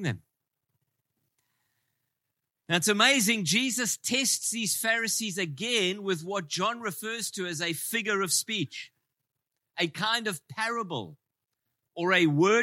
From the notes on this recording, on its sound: Preached in Ngāruawāhia on 17/09/23